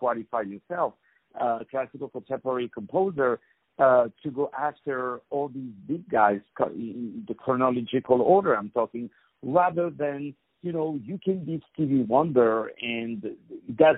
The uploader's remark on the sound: On the phone